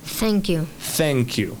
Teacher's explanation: Fíjate que esa TH de la palabra. es un sonido de la Z española nuestra, ¿ok? Una Z, con la lengua entre los dientes